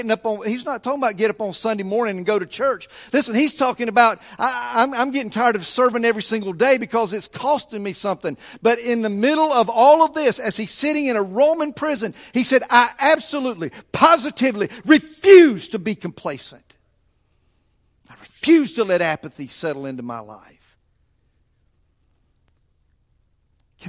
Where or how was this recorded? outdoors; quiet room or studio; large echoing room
large echoing room